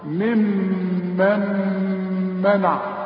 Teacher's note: الميم الأولى مقصورة، الميم الثانية عليها الشدة، شدة وفتحة، إذا تغن لأنها اتنين ميم. وبعدين عندي غنة بتاعت النون الساكنة اللي بعدها ميم كمان لأنها إدغام، النون بتخش في الميم دي، شوف كم غنة عندك.